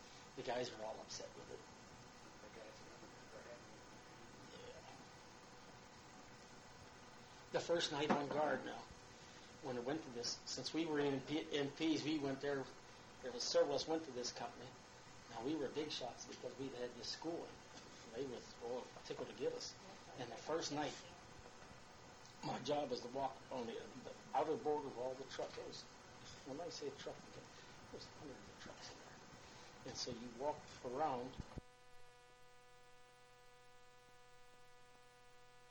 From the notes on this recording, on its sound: This interview was recorded on a cassette tape and done as part of a college research paper with scripted questions. I have saved the tape and moved the audio to my computer to share with you all. The audio quality is not flashy.